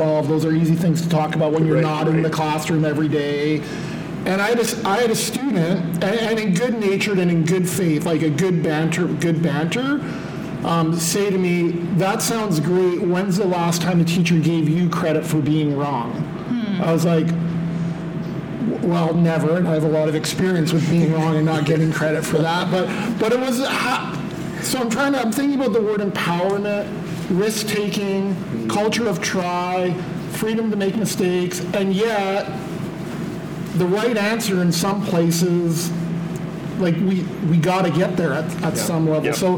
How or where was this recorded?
large echoing room